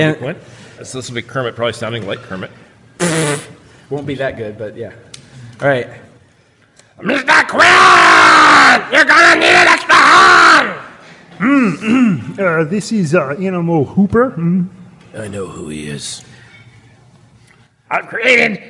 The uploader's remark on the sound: Live at the West Grandview Fringe festival.